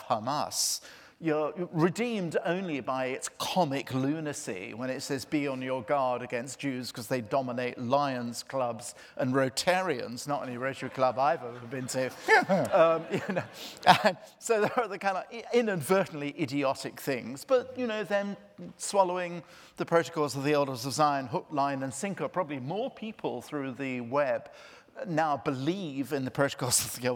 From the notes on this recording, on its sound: This event took place in New York as part of 92nd St Y’s ‘7 Days of Genius’ festival